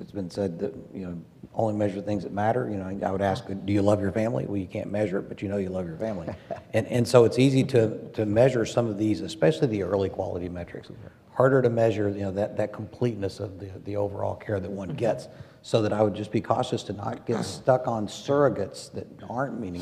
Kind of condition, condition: setting, busy venue